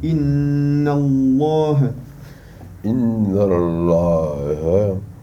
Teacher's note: Donc le lem, on le gonfle.